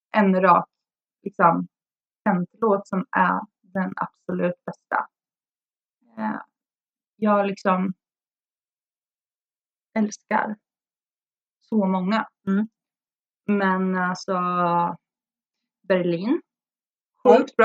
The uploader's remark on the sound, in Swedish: Svajig ljudkvalité